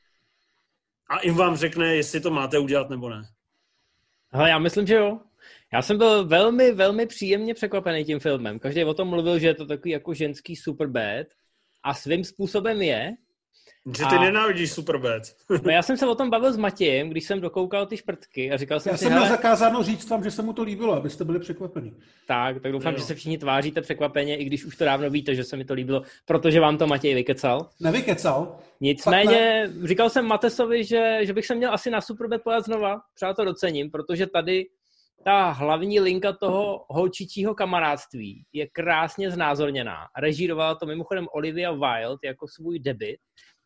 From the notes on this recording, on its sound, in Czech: Pořád ještě jedeme přes Zoom, takže omluvte horší obrazovou a zvukovou kvalitu.